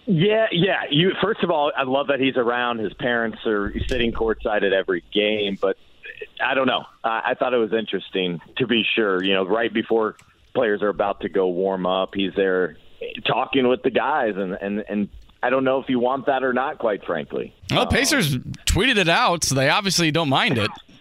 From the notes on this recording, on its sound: They then turn to the phone lines, and talk to listeners